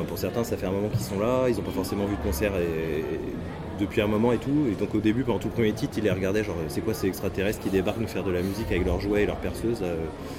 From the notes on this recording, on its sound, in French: Entretien réalisé en décembre 2015 avec le secrétaire général de l'association TransMusicale lors du festival